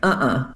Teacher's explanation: That is a two-syllable word, and the first syllable is stressed